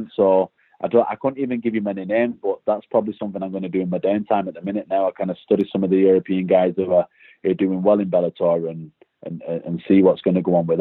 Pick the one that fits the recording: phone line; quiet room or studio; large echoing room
phone line